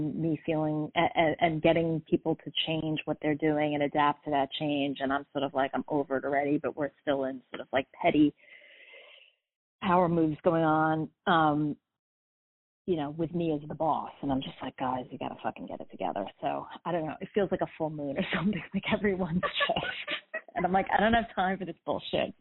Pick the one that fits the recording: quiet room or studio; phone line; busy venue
phone line